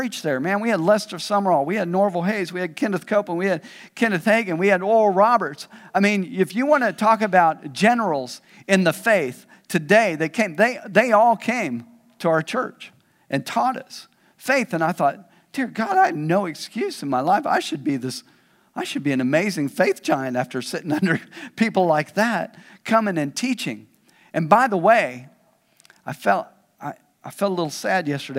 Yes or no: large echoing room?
yes